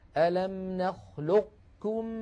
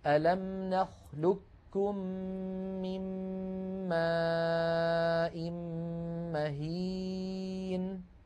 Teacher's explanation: أنتم اقرأوا فقط بإدغام القاف في الكاف والنطق بكاف مشددة · Shown in: second take